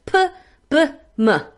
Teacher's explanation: La M, la P y la B, los tres son bilabiales.